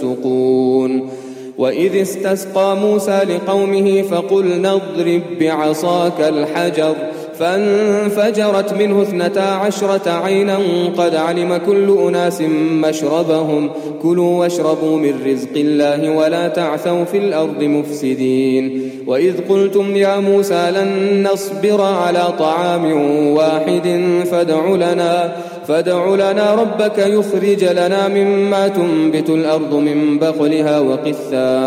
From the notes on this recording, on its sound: Qiyaam Day 1 at the houghton Houghton masjid